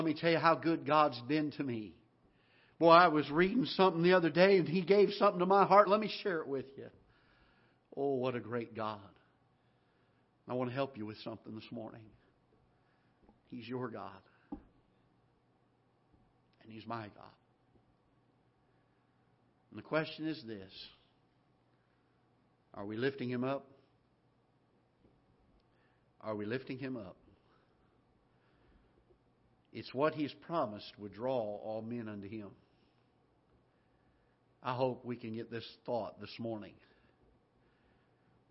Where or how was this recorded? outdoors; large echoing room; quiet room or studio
large echoing room